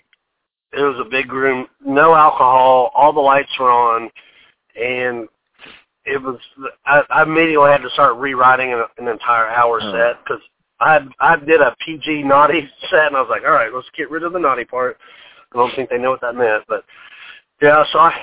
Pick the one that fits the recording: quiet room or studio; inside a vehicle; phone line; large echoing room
phone line